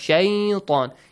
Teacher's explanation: Shay has an A sound, which means it is a mad lean. Yeah. Lean mad.